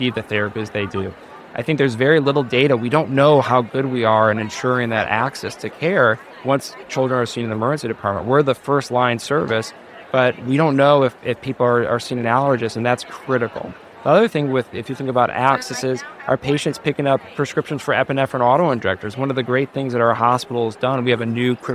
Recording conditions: busy venue